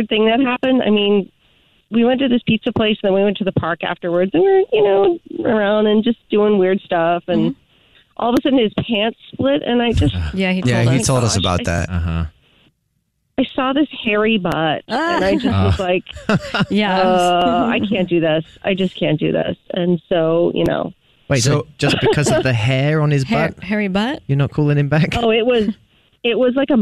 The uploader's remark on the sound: We get that other person on the phone to see why they're "ghosting".